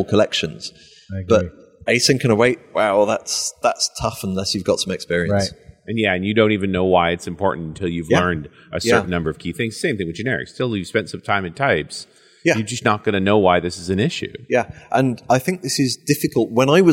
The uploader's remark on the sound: While at the Norwegian Developers Conference